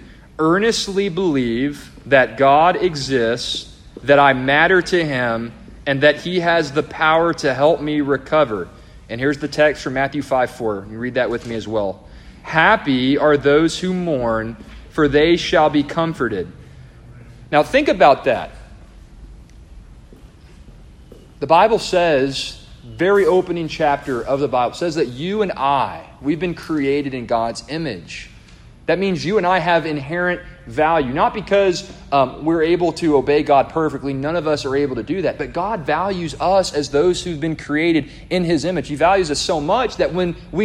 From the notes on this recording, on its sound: A devotional delivered to the congregation of Lifeway Baptist Church -Edna, Texas-.